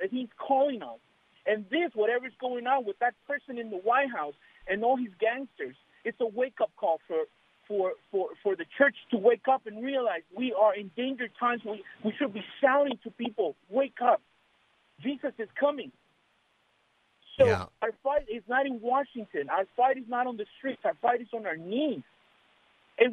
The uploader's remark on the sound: Open Phone Friday